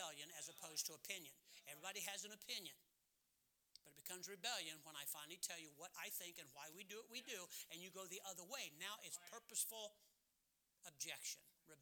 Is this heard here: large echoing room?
yes